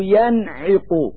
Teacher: فالنون الساكنة في كلمة ينعق تظهر لوجود العين بعدها · Term: الإظهار